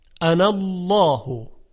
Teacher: اگر این کلمه انا رو ما وصلش بکنیم به کلمات بعدی، الفش خونده نمیشه